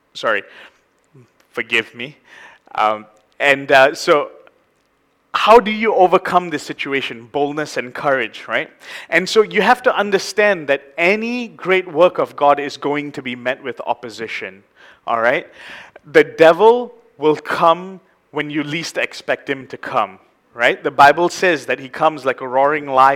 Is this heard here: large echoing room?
yes